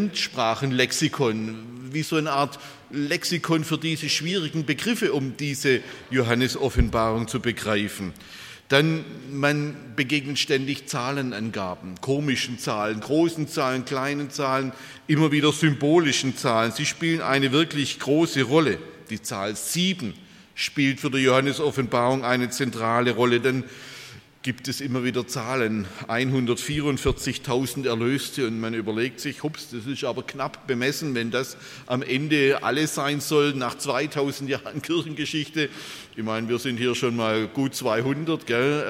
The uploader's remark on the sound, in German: bei einer Veranstaltung der Liebenzeller Mission